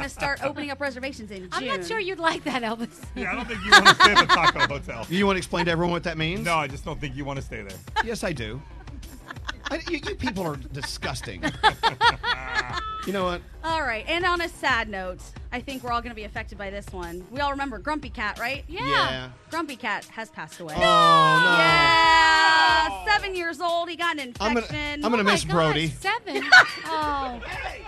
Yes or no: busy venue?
yes